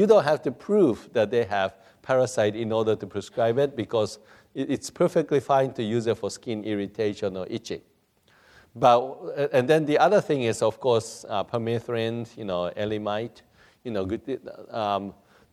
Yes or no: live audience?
yes